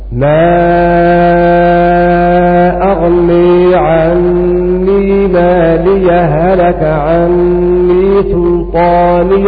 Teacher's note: قرأ حمزة بحذف الهاء في هذه الكلمات الثلاث في حال الوصل